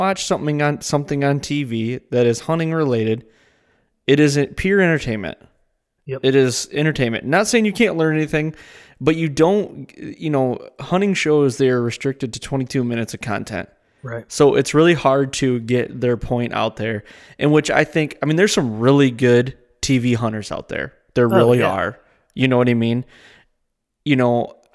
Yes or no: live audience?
no